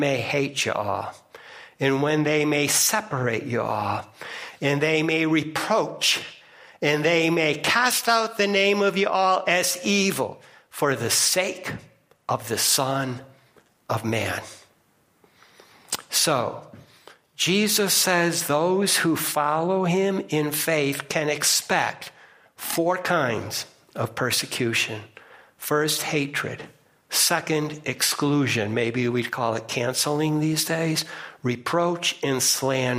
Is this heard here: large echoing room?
yes